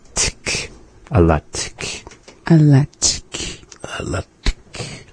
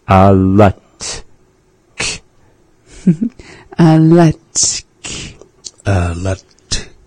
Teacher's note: English doesn't really have this sound combination that we have at the end, this alatik, where those two T and K sounds are together.